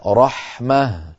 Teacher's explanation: الكسرة لا تكون إلا على التاء، وهنا لم يعد ثمة تاء، انقلبت التاء إلى هاء حالة الوقف وهاء ساكنة، لذلك لا روم فيها